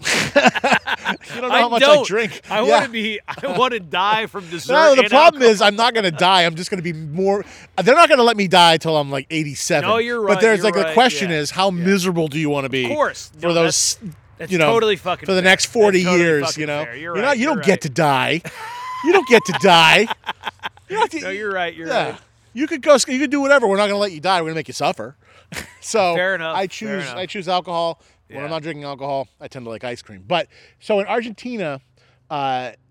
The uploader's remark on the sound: head out into the woods of Buxton, Maine